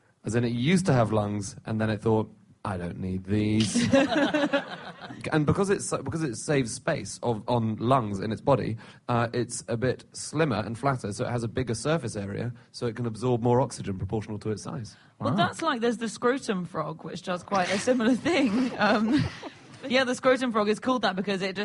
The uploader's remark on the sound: Live from The Edinburgh Festival